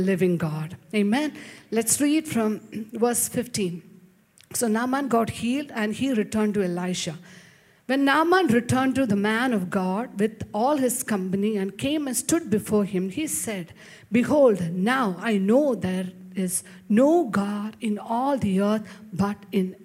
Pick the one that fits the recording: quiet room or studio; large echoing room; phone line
large echoing room